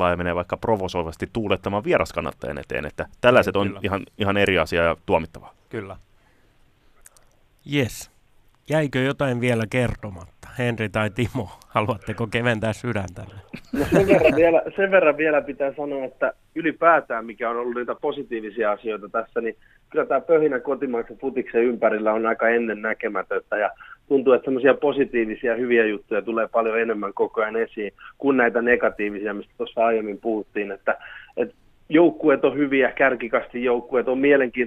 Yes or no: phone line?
yes